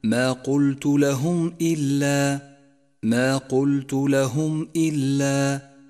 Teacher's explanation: إلا، جاءت الميم الساكنة وبعدها حرف الهمزة وهو حرف إظهار شفوي، والواجب هنا أن تظهر الميم الساكنة وما بعدها من غير غنة أو تشديد · Term: الإظهار الشفوي